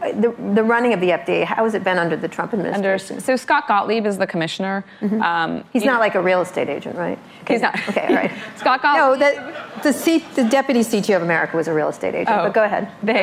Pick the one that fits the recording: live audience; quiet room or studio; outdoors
live audience